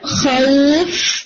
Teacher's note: اگر سٹاپ کر دیتے ہیں اس کے اوپر خوف، اب یہ حرف لین نہیں رہا، اب یہ مد لین بن گئے